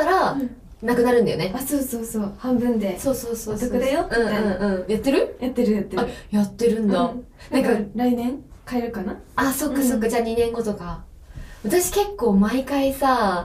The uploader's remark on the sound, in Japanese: 録音状況が悪くてすみません！